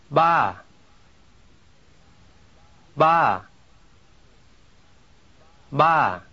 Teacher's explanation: In Thai, the vibrations begin immediately. In English, there is a delay.